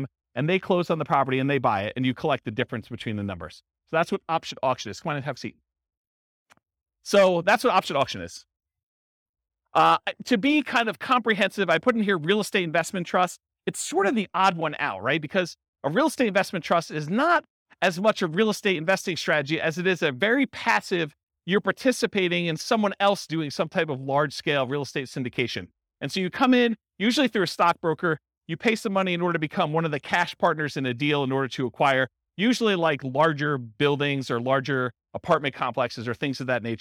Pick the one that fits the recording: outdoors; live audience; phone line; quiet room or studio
live audience